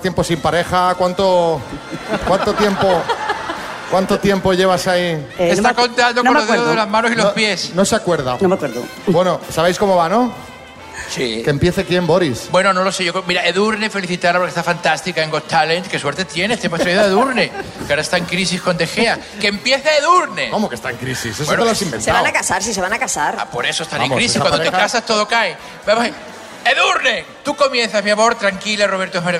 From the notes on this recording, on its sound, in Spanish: Este jueves hemos estado en el Teatro Filarmónica de Oviedo haciendo nuestro programa en riguroso diferido con un público de lo más entregado